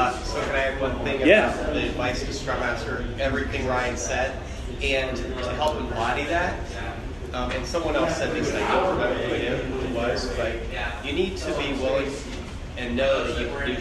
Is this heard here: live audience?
yes